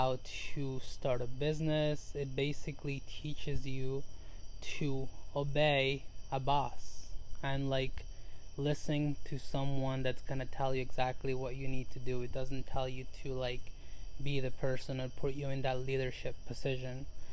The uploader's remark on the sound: Today we sit outside on our deck, bothering our neighbors